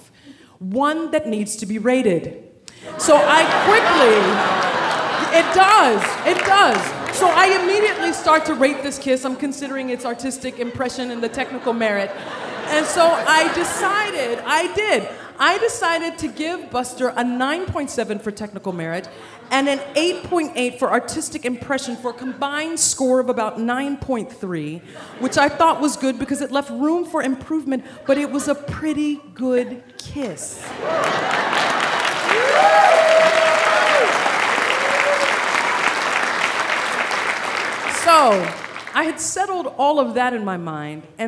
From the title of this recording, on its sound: Live in Iowa City